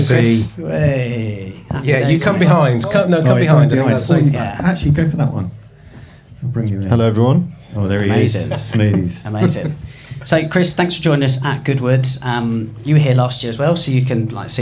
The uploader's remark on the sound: FlatSix show… live from Goodwood!